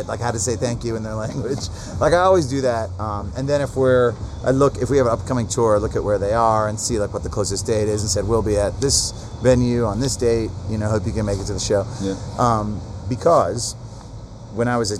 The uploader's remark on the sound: This was recorded on 8/18/2018 at The Spacebar in Columbus, Oh.